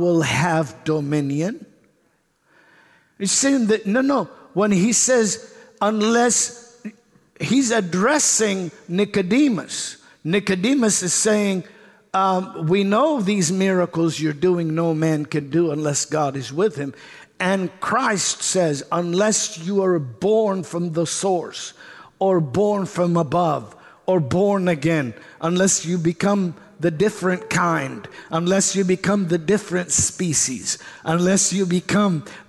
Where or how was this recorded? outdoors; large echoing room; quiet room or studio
large echoing room